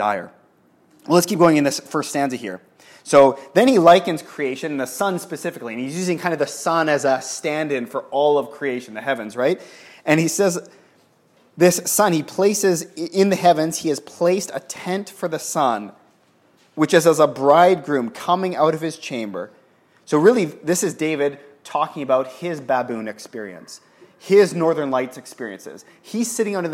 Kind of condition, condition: setting, live audience